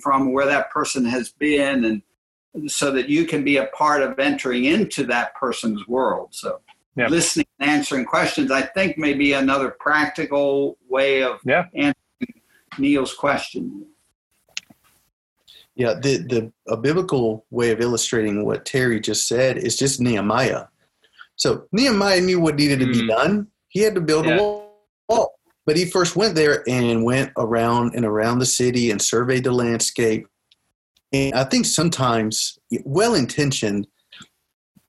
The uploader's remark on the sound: July's panel discussion, held via Zoom.